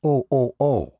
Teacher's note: they don't pronounce the H, so it's more of a O, O, O